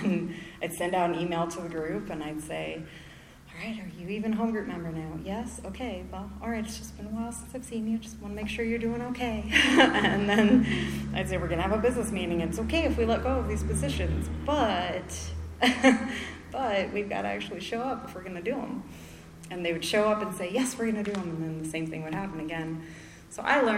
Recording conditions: live audience